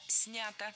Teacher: Я точно не соглашусь, потому что промо было не снято, а снято. Ударение в этом кратком причастии оставляем на корне, как и в большинстве глагольных форм.